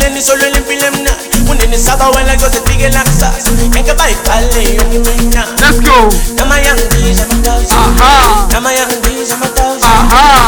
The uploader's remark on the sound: LIVE AT AMAPIANO VS AFRO BEATS